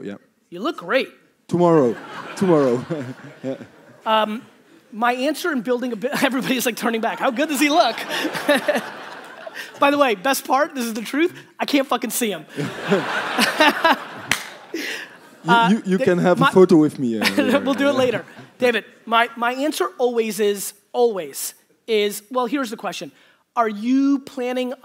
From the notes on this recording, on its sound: Today's Keynote Saturday is a throwback to 2017 in Belgium at the What's Next conference.